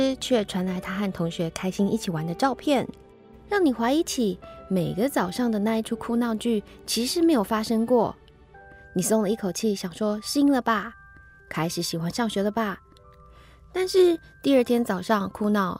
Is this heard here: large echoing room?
no